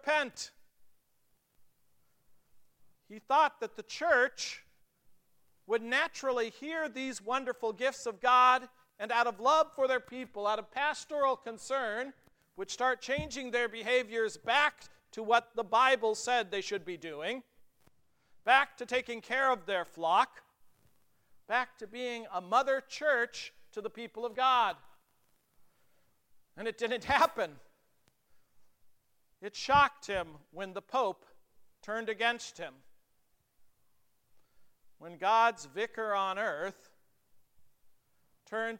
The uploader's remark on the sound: The Concordia North and Concordia South Circuits worked together for a Reformation Service at Grace Lutheran Church, Lexington.